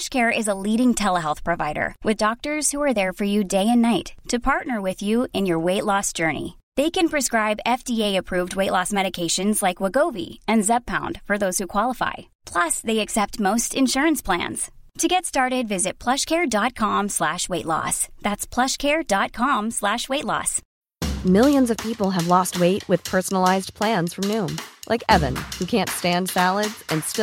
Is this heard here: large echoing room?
no